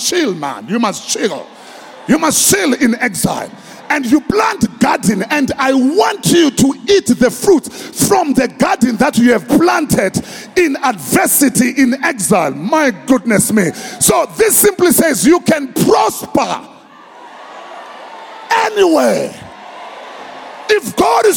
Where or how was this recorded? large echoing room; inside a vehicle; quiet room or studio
large echoing room